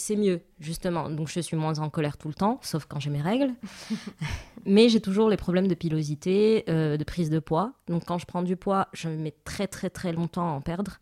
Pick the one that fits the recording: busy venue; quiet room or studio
quiet room or studio